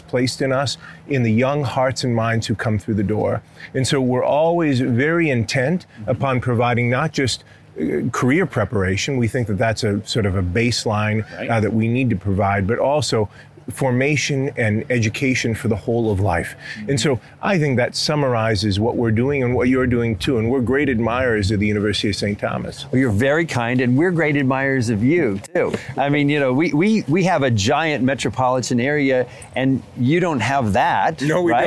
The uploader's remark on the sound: at the 12th Annual Napa Institute Conference in Napa Valley California